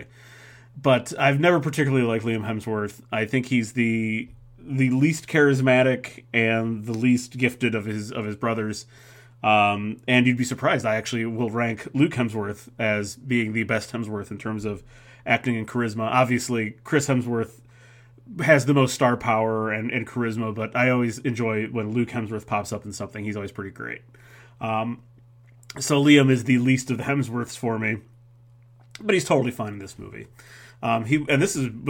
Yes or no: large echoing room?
no